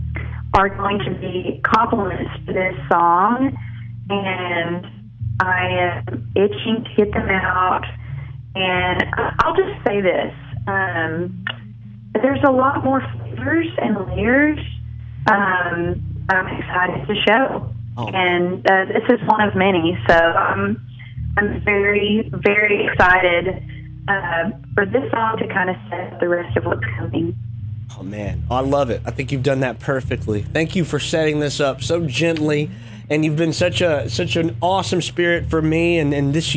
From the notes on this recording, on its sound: Joins the MY-101.5 morning show by phone.